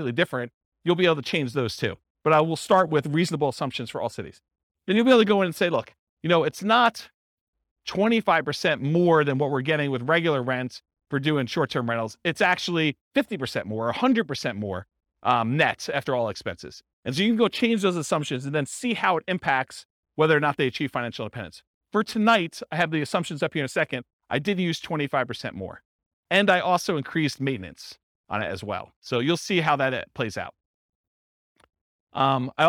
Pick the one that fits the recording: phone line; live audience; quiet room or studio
live audience